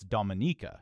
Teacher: It's a second to last syllable stress.